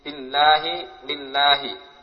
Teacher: lam yang dibaca tipis yaitu lam yang terdapat pada lafzul jalalah yang didahului oleh kasrah